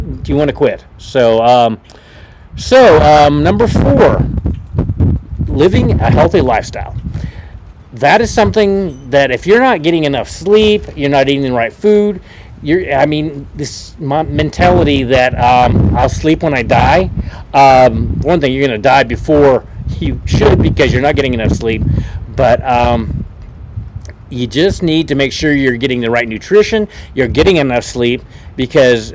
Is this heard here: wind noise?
yes